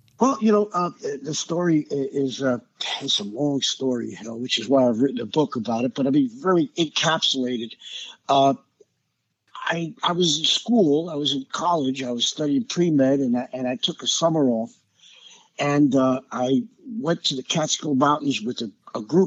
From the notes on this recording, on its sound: joined me on the phone